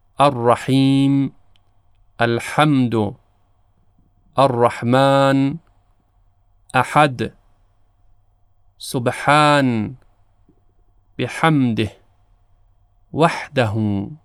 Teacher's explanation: باید توجه بکنیم که در زبان عربی تلفظ حرف حاء متفاوت با حرف حاء دو چشم هست. حرف حاء از حروف حلقی هست، از وسط حلق تلفظ میشه و نوعی گرفتگی خاصی که در وسط حلق ایجاد میشه به ما کمک میکنه تا حرف حاء رو تلفظ بکنیم.